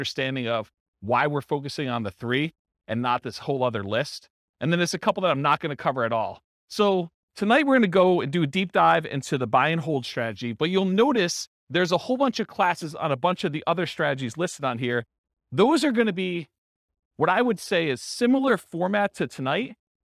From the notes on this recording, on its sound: This was a live class recorded